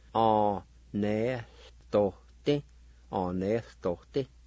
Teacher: When you drop the vowel sounds in the Turkey language, right before the consonant, there's kind of like an aspiration or like an H sound